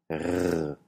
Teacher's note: Pero regresemos a la vibrante R. Si cambiamos un poco la forma de la lengua, de forma que las vibraciones se produzcan hacia el dorso de la lengua en lugar de la punta, obtenemos una vibrante uvular